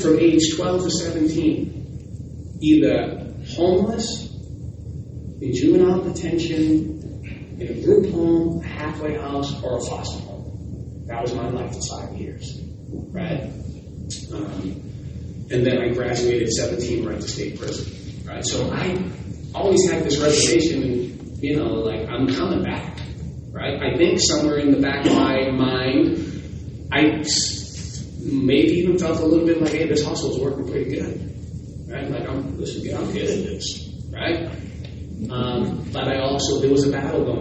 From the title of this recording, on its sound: West Michigan Restorative Justice Conference | April 22, 2023 LIVE